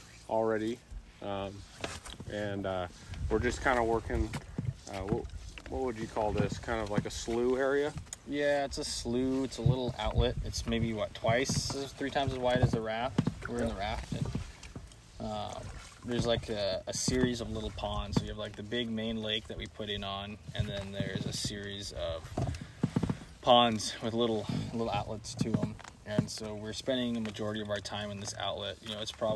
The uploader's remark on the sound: This is LIVE from the raft chasing pike on the lake!